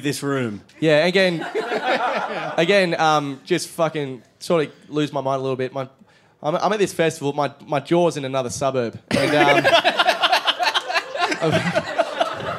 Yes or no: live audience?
yes